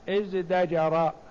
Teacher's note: لأن الزاي حرف مجهور والتاء حرف مهموس، فأبدلوها إلى حرف مجهور قريب من التاء وهو الدال، الدال قريبة من الدال وتناسب الدال تناسب الزاي، فأبدلت التاء إذ تجر، فأبدلت التاء دالا فقال ازدجر، وزجره وازدجره بمعنى نهاه بغلظة.